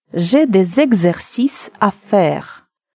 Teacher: Буква X плюс гласная. Звук Гз.